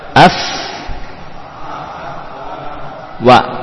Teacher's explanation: Kalau wawu dari mana? Sama dengan fa atau beda? Wawu dari dua bibir